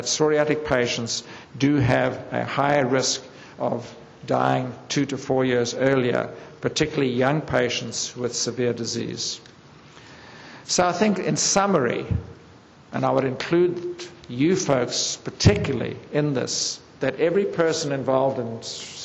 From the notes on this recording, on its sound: Audio podcast from the 8th Annual SDPA Dermatology Symposium in San Francisco